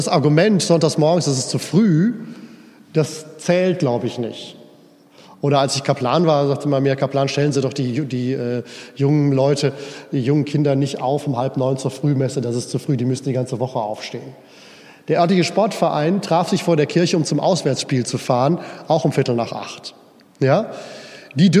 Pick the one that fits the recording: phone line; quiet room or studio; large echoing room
large echoing room